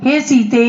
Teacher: हे सीते, ये प्लुत है, इसमें तीन मात्रा मानी जाती हैं।